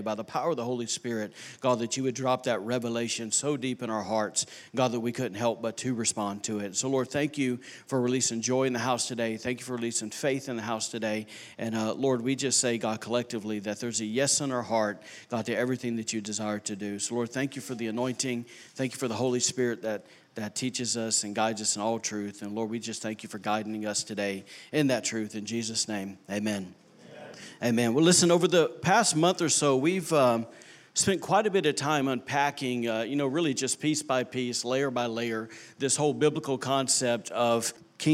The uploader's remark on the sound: recorded on Sunday, January 6, 2019, during service at The Anchor Church in Rockport, Maine.